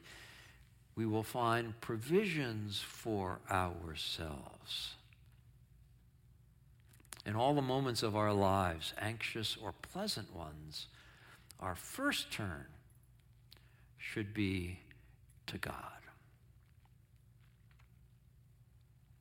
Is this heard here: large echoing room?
yes